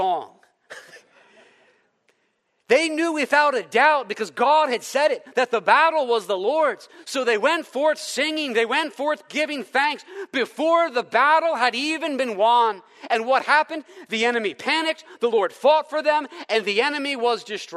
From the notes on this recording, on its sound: preached in the first session at our Leaders Retreat on May 5, 2023